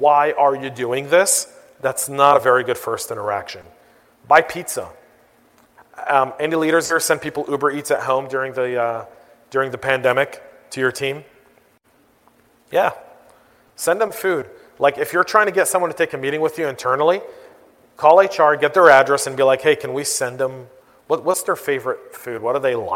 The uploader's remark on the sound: I was asked to give the keynote address at FutureCon. FutureCon Atlanta.